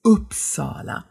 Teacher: Und deshalb ist es Uppsala. Die Betonung ist tatsächlich erstmal auf der ersten Silbe, eben auf diesem Upp · Unser U ist ja ein langer Laut, der auch wieder mit sehr viel Spannung ausgesprochen wird, also mit sehr viel Energie. Im Schwedischen ist es ein etwas offenes U. · Und dann ändert sich das Ü zu einem offenen U-Laut. Also das ist nicht unser U.